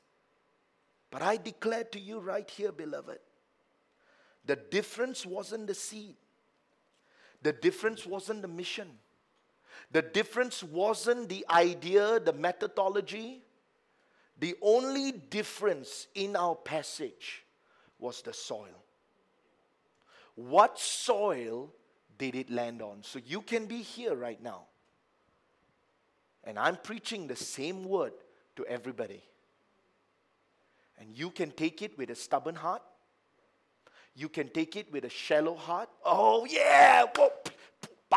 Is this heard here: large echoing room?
yes